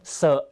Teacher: ตัว Sนะครับออกเสียงเซธรรมดาเสียงไม่สั่นนะฮะ